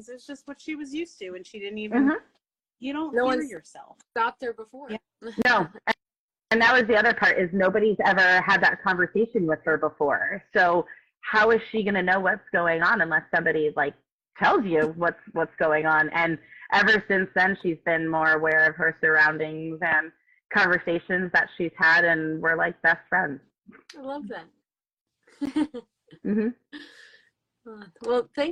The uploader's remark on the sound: We were invited to go live on instagram